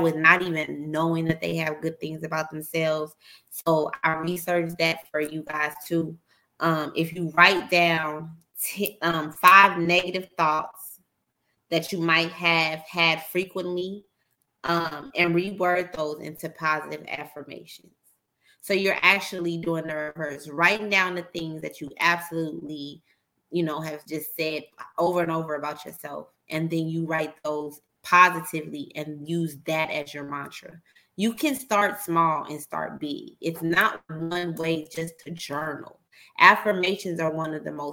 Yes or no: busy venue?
no